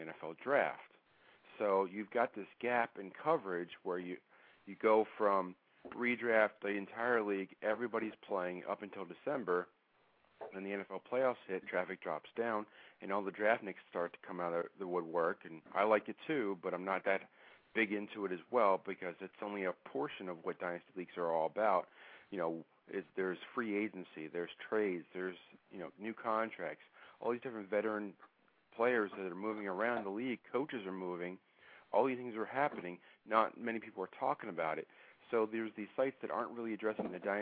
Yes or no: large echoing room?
no